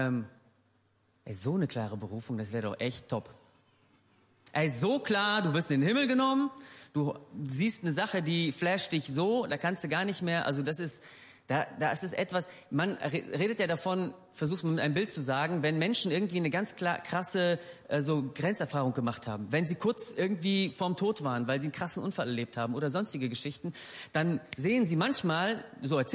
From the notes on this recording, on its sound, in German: Gottesdienst der Kirche für Bonn